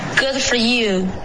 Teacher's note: good 的这个的的音呢就不用爆破了,OK,那是一个干脆的停顿